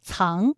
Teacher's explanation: 它也是一个后鼻音，韵母是 ang